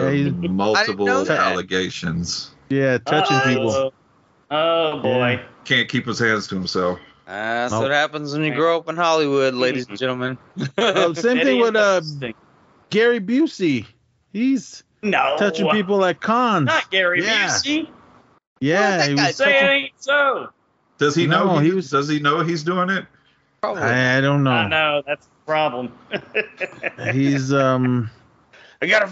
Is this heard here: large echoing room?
no